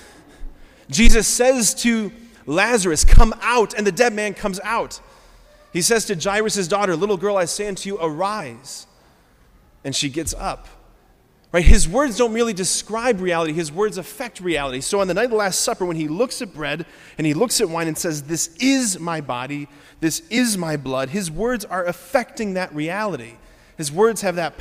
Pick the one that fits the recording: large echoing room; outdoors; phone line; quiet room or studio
large echoing room